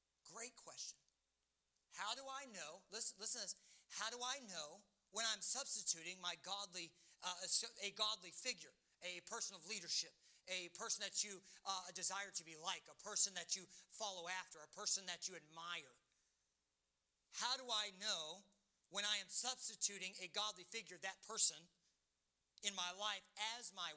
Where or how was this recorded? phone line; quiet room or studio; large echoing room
large echoing room